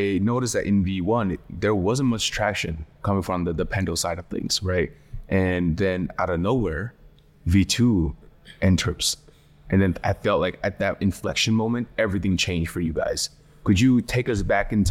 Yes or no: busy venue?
yes